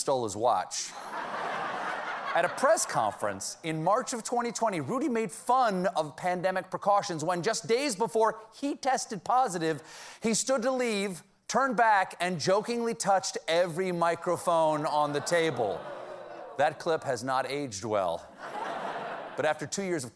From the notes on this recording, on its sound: Answers audience questions. Gets the whole theater laughing.